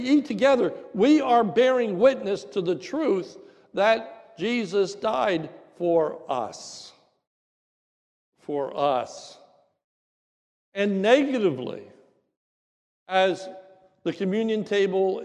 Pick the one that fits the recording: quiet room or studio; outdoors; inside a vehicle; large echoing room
large echoing room